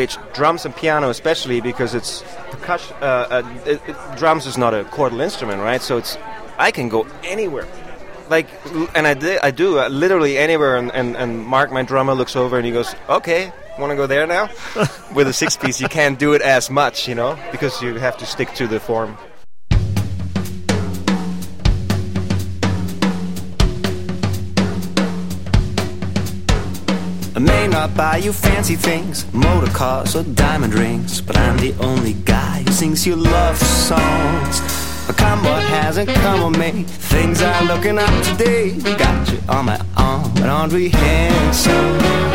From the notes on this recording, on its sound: In this interview, recorded at the 2009 Tanglewood Jazz Festival.